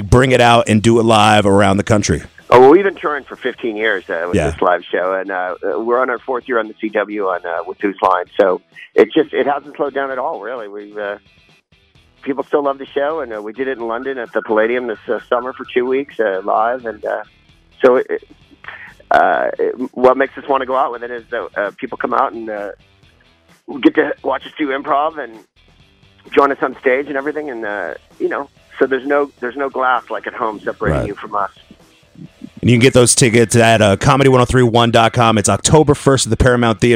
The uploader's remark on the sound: called in to Comedy 1031